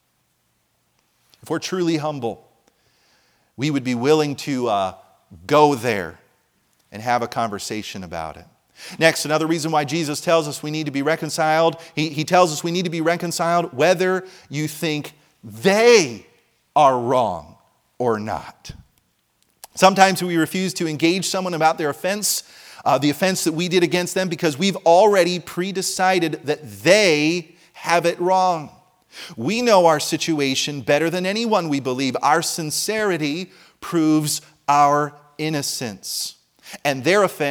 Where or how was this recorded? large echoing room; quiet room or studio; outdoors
large echoing room